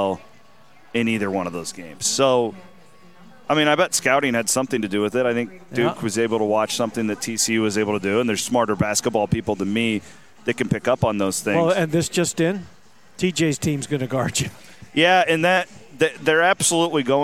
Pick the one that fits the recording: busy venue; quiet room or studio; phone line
busy venue